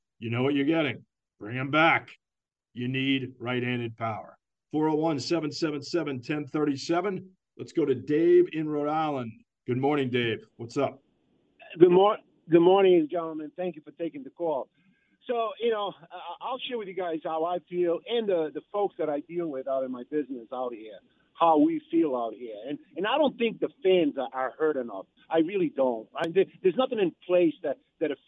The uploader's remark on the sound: take your calls texts and tweets live on the air